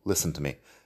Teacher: Fíjate, como siempre, listen, la T no suena.